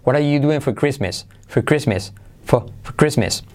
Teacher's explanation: también el for, al dicho rápido, decae la R. Por lo tanto, podríamos decir, What are you doing for Christmas?